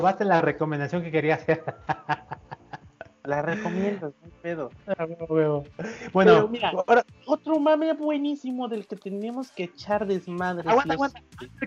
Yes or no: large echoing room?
no